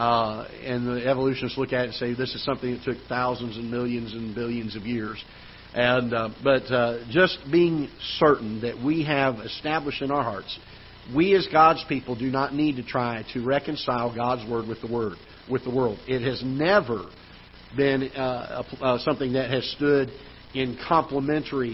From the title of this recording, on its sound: Ketha Heights Baptist Church ~ Live Broadcast